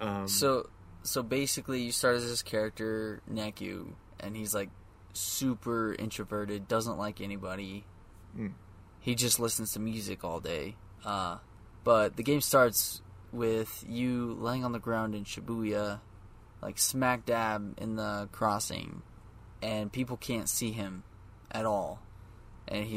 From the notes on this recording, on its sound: Apologies for the varying audio quality and background noise, sadly my AC is loud as hell and had to try and level my audio on the fly.